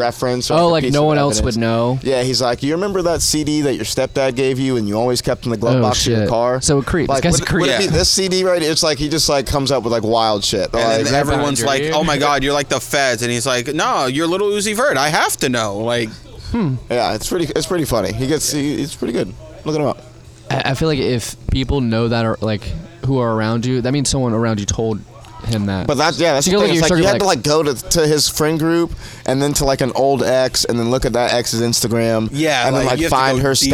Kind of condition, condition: setting, busy venue